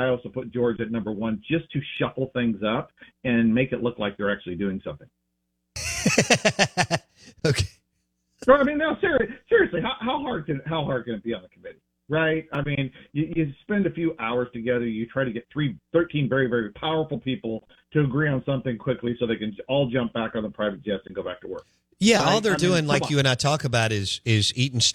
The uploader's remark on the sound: Joins the show on the Farm Bureau guest line talking about the landscape of the game live in the BankPlus Studio.